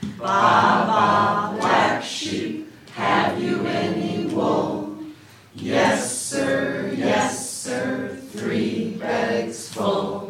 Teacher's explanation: The pattern that in each line there's two stressed syllables is consistent.